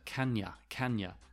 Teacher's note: Can you is pronounced like one word, kanya, kanya, and you becomes ya